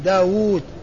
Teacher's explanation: واو ثانية لأنها في الرسم والكتابة ما فيه إلا واو واحدة، ما فيه إلا واو واحدة ولكنها تنطق بواوين داود، ولكن رسم دال واو دال، دال ألف واو دال، فداود